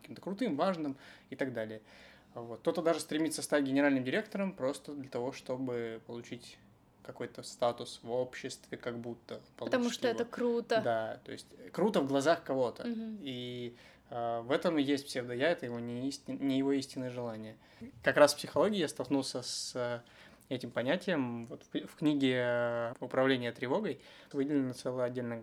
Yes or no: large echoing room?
no